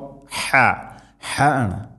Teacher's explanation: തൊണ്ടയുടെ മധ്യഭാഗമാണ് ഹ എന്നിന്റെ മഖ്റജ്